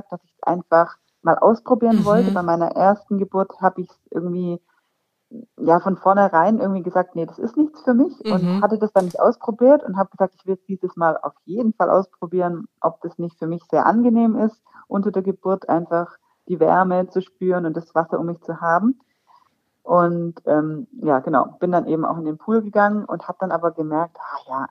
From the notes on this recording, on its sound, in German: Verzeiht mir die Audioqualität dieser Folge, aufgrund meiner aktuellen Situation konnten wir uns leider nicht vor Ort sehen. Leider ist das 5G Netz noch nicht überall ausgebaut.